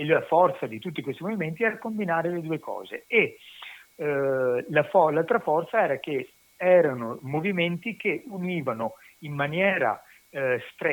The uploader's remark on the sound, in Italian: Al telefono il professore di relazioni internazionali e medio oriente all'università di Bologna.